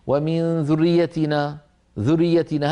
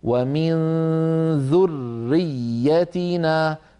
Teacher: يخطفها ويختلس الحرف الأول المدغم، لابد من بيانه هكذا ومن ذريتنا، فيكون النطق براءين وياءين، إلا أن كل من الراء والياء مشددة بمعنى يرتفع المخرج عن الحرفين ارتفاعة واحدة · Shown in: second take · Term: راء مشددة وياء مشددة